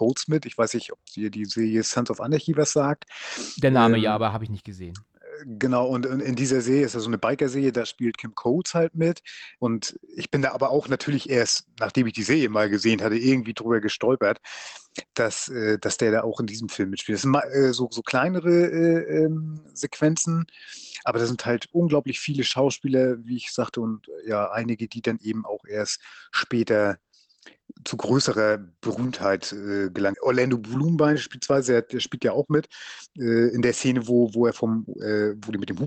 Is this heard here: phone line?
no